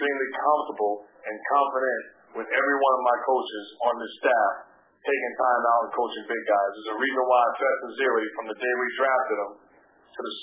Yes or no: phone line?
yes